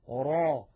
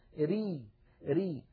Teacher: أيضا أريد أن أنبهكم على شيء يا إخوة، الراء كما نعلم وكما سيأتي معنا في صفات الحروف لها حالتان: الراء العربية إما أن تكون مفخمة را، وإما أن تكون مرققة ري ري